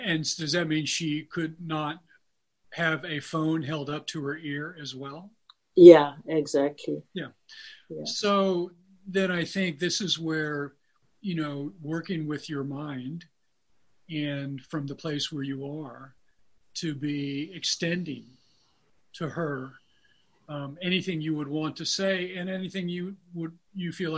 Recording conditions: video call